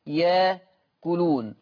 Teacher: عندنا إبدال الهمز الساكن، الهمزة الساكنة أبدلها بحرف مد، واتفقنا إن الهمزة الساكنة تفضل بحرف مد لما تكون مسبوقة بحرف من 7 أحرف، الياء والتاء والنون والميم والفاء والواو وهمزة الوصل.